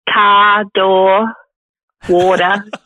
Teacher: there's no R at the end or in the middle.